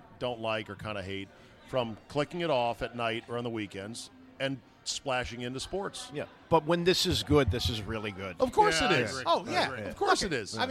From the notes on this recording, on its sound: RECORDED LIVE at DC PRIME STEAKS in Ashburn VA.